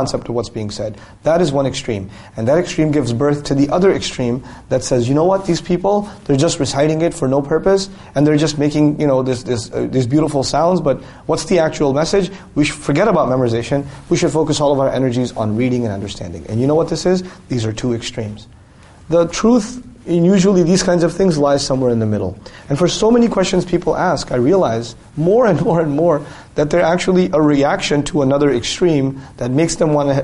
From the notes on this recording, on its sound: during a live lecture on the 2015 Gulf Tour